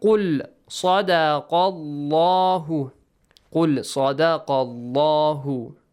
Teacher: The letter lam in the word Allah will be pronounced heavily.